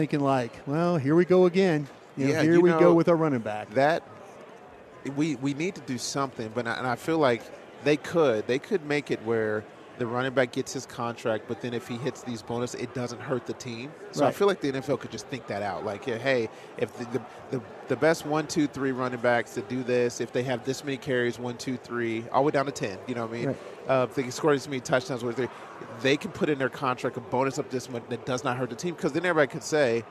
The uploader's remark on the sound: live from Super Bowl Radio Row